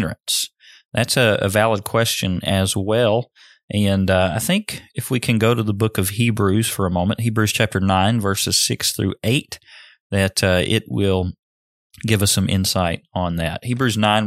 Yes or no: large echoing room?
no